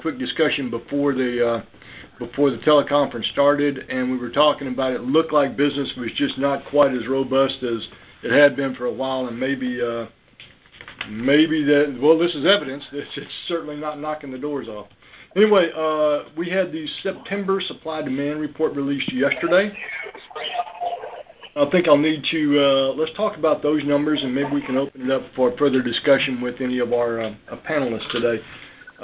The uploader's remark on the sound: Monthly Conference Call On Cotton.